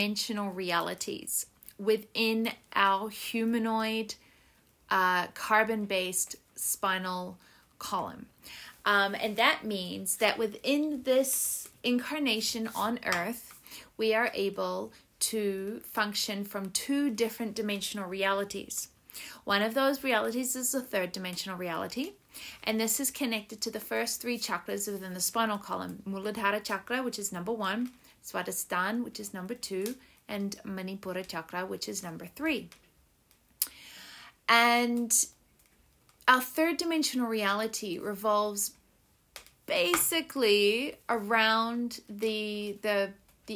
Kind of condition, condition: fault, sounds in the background